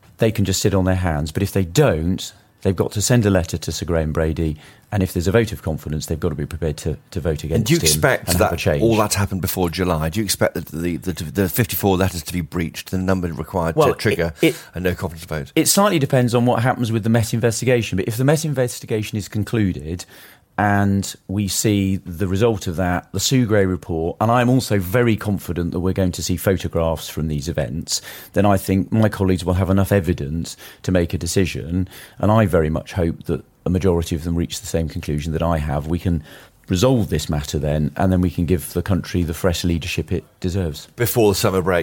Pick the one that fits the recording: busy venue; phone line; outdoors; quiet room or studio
quiet room or studio